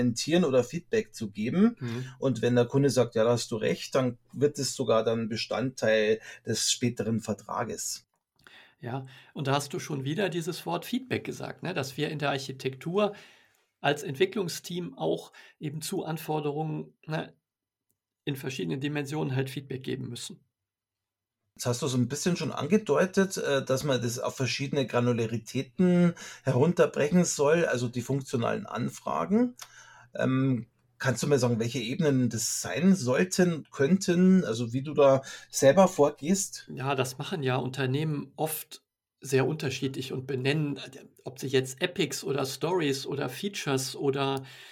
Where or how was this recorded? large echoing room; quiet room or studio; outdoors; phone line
quiet room or studio